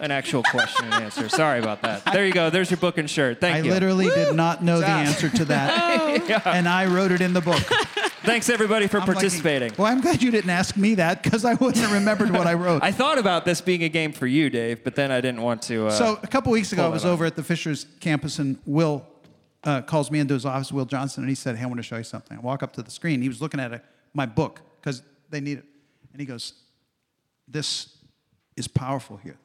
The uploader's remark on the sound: recorded in front of a live audience!